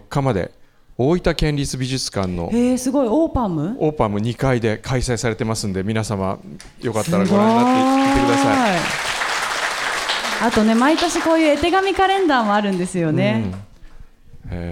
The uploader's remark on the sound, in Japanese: サンポス初の公開収録ディレクターズ・カット版！JR由布院駅にある「アートホール」で行った模様。